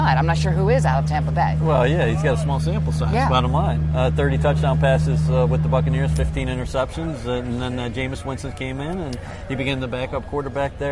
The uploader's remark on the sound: Live at the Combine. At the 2017 Combine in Indianapolis.